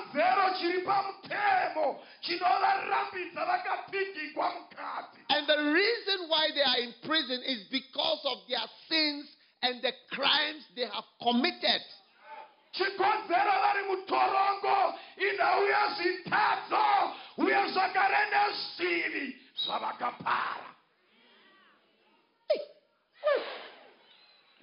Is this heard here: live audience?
yes